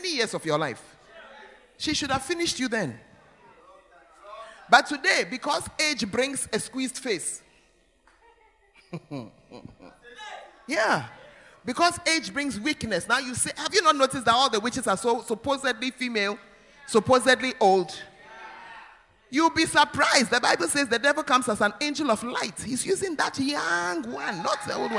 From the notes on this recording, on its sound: Preached at First Love Center; Ayeduase